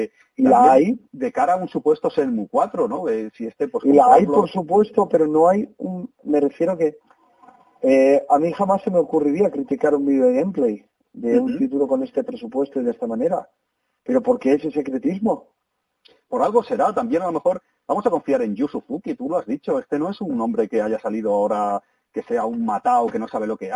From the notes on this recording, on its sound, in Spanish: Disculpad la calidad del audio porque fue llamada telefónica. Quisimos grabarlo cuanto antes para que la reacción fuese más espontánea.